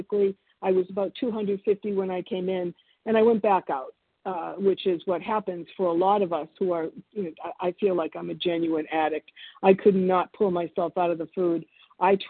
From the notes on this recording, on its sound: 100 Pounders Phone Meeting